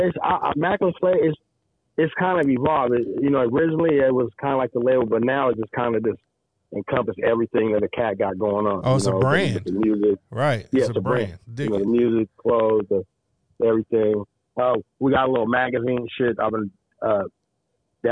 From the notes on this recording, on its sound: we get on the phone long distance to NYC